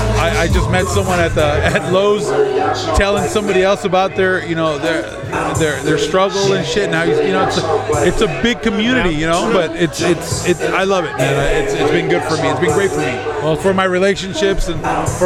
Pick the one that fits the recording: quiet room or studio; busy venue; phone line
busy venue